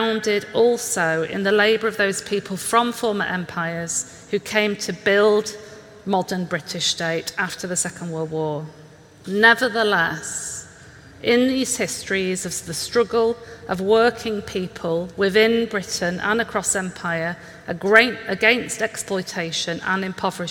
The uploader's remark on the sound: This is a keynote conversation hosted by the Identities journal and the British Library.